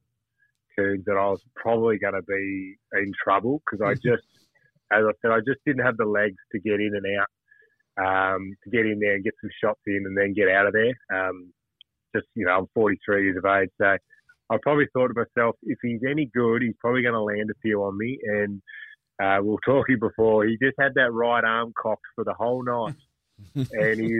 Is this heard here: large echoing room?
no